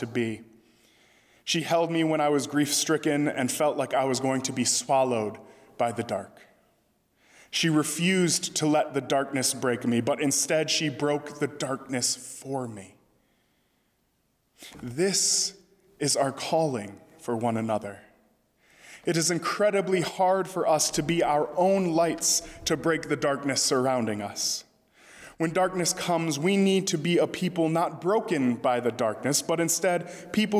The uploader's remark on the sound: during the Sunday December 27, 2020 service, at First Presbyterian Church of Arlington Heights, Illinois.